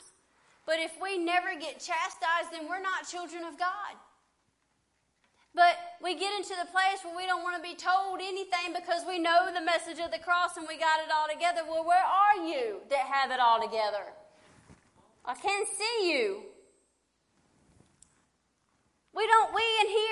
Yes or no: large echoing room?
yes